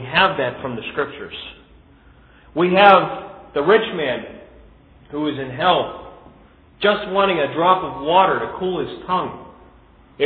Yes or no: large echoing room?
yes